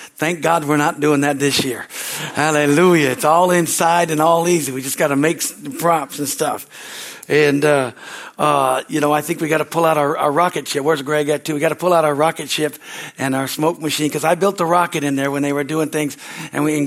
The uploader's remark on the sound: from the Sunday Service on April 23, 2023 at Harvest Bible Church in Stockton, CA